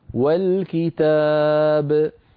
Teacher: انتقلنا من الواو إلى اللام مباشرة وسقطت همزة الوصل في درج الكلام